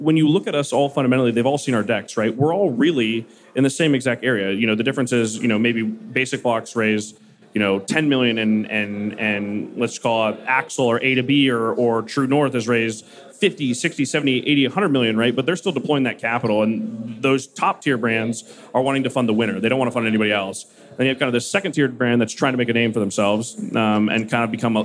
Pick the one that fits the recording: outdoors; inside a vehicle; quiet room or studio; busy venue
busy venue